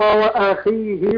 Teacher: الخاء هنا مكسورة، هتاخد ادنى درجات التفخيم